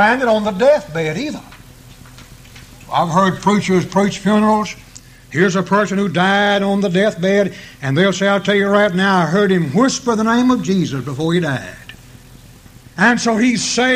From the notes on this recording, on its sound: preached this sermon at the East Columbus church of Christ on April 11, 1993.